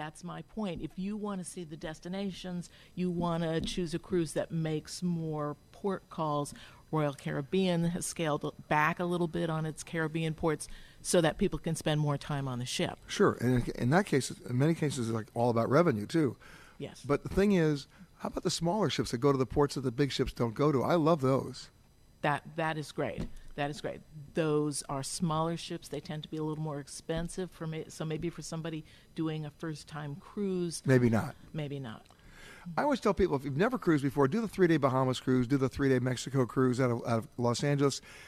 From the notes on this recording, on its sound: Comes from Fort Lauderdale and the site of the huge Seatrade Cruise Global Conference, the annual gathering of the cruise line industry.